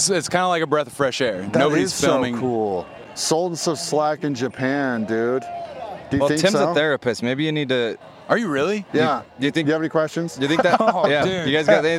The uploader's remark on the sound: Live at Aftershock